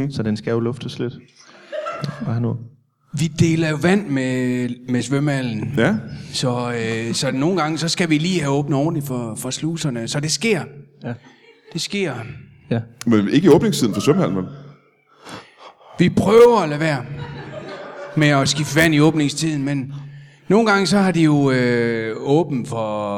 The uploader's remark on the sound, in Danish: LIVE fra Teater Grob.